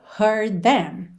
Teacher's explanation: esse D, consoante oclusiva fechando heard, já vai juntar num som só com o T, que é na verdade TH, them, ok? Heard them, você não chega a fazer o D, língua no céu da boca, não precisa se preocupar em fazer heard them, porque não dá tempo, tá?